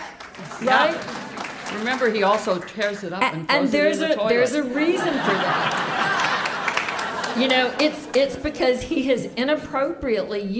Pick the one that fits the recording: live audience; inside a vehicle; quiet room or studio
live audience